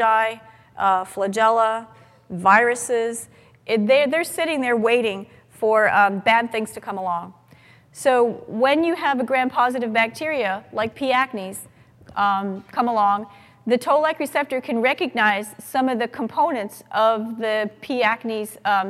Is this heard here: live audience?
yes